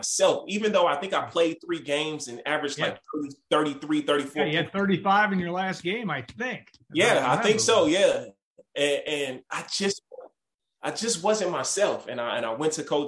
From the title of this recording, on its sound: Birthday Zoom